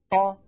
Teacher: نشأت من تطويل فتحة قا، إذن طولت فتحة قا فنشأ حرف الألف · Term: المد الطبيعي